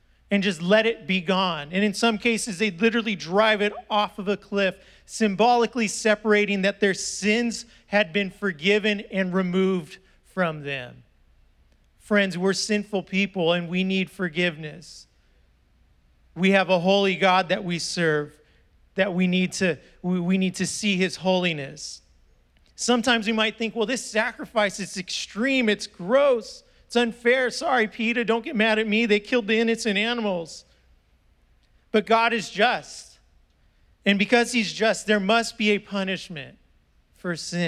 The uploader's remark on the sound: was preached on December 5th at the 10AM service